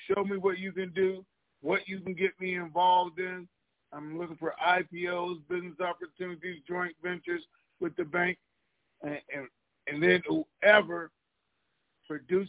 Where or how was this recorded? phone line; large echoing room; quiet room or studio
phone line